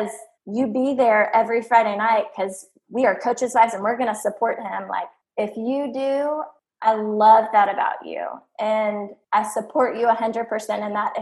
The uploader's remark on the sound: Due to COVID19 and online recording, sound quality is a work in progress.